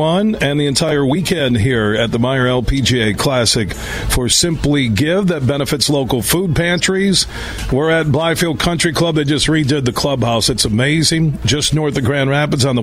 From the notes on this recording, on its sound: we're broadcasting live from the Blythefield Country Club which is home to the Meijer LPGA Classic